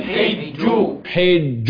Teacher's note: الجيم المشددة المعطشة اللي فيها عجة